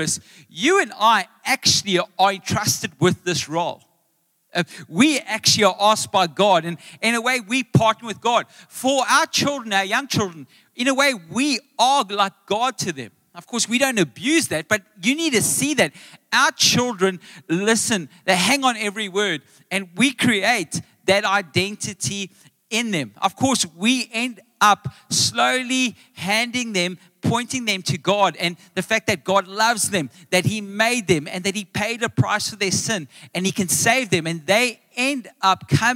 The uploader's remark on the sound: Recorded live on Sunday the 27th August 2023